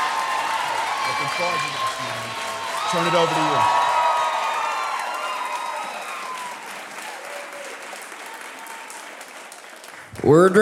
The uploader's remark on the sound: We put on two live Talkhouse tapings as part of their comedy lineup. We also hosted a live talk under the fest's Ideas banner. Today’s show was recorded at Life Is Beautiful. At Hook and Fade Studios in Brooklyn.